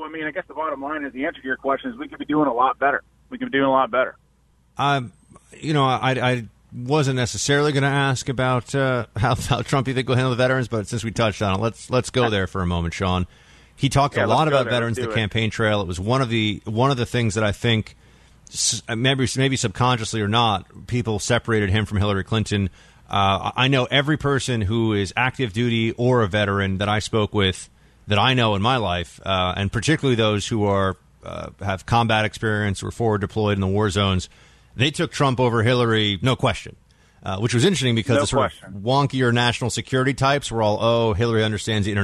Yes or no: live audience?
no